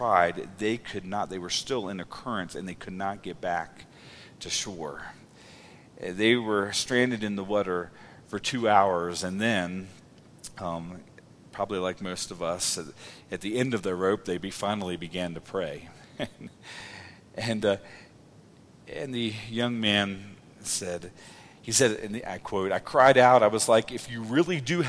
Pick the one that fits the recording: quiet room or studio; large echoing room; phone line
large echoing room